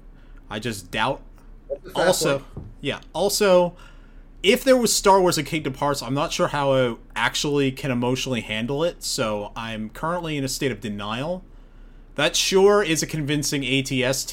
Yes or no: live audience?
no